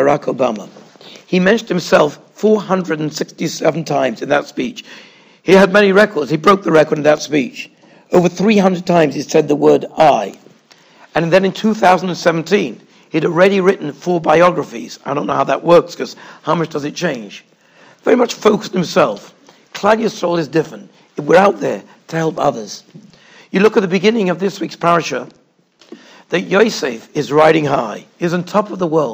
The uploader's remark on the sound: Shiur recorded in Yeshivas Ohr Reuven, Monsey, NY